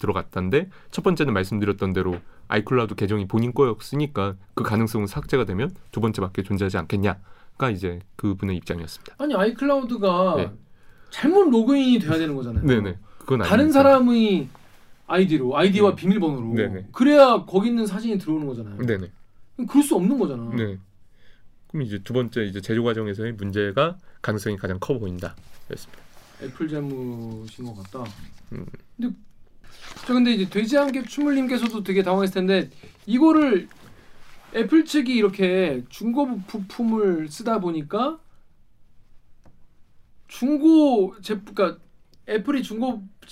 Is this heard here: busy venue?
no